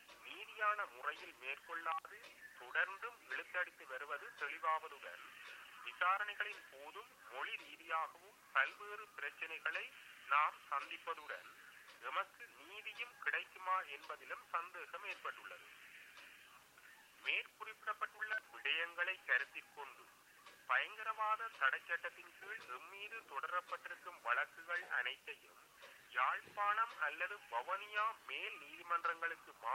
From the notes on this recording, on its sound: A spokesperson of the political prisoners jailed in Anuradhapura prison said while talking to TamilNet over the phone and reading a statement on behalf of the detained prisoners.